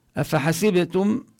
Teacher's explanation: نقلقل الباء والميم الساكنة نظهرها قبل الهمزة